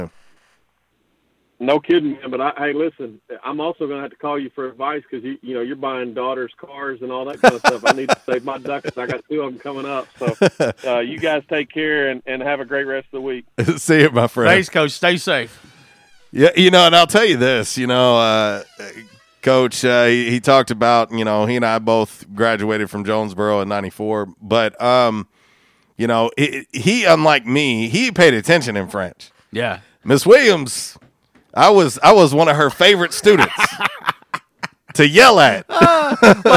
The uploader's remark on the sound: LIVE on the Back In Action Hotline. On RWRC Radio on The Ticket 95.3 Fm/970 AM.